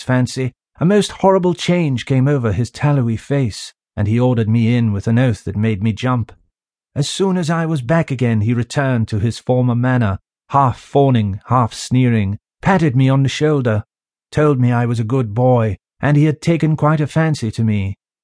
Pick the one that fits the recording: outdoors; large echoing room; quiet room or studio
quiet room or studio